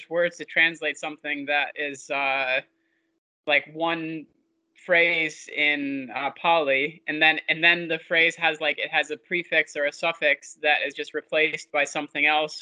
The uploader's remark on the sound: Skype calls on this channel.